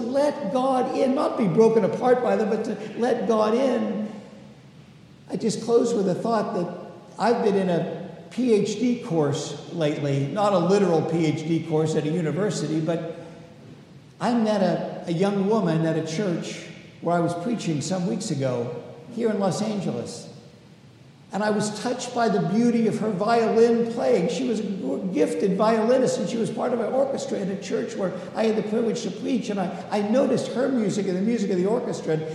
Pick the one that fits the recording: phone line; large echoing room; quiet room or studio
large echoing room